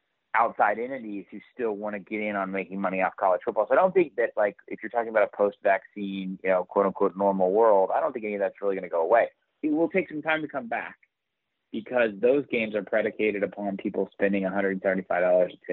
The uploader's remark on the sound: on the Modern Woodmen phone line (38:15)